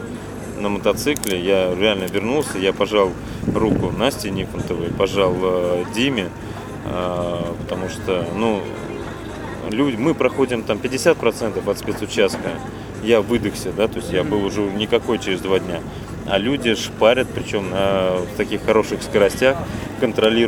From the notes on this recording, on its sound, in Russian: Выпуск записан на территории Мавритании во время ралли-марафона AFRICA ECO RACE 2016.